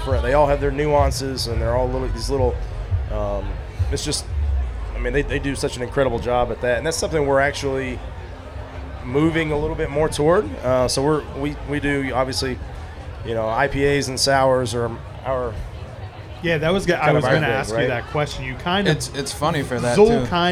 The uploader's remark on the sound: Live From Snallygaster